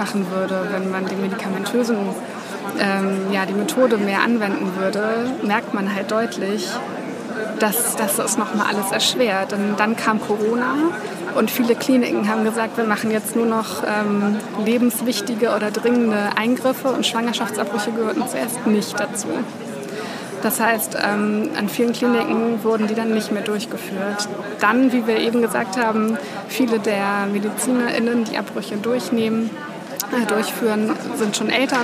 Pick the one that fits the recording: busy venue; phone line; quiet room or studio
busy venue